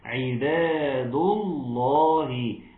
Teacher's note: ما سبب تفخيم اللام؟ أن قبلها مضموم